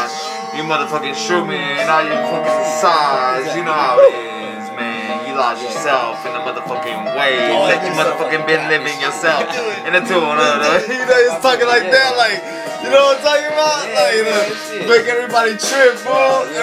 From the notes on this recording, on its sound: Recorded live from iPhone